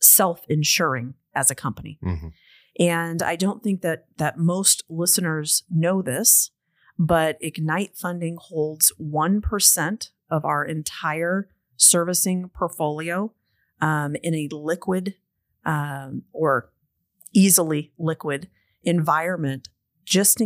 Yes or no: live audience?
no